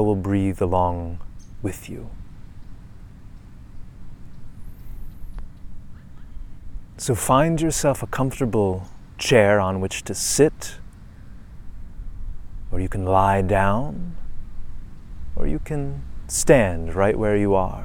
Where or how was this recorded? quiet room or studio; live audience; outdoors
outdoors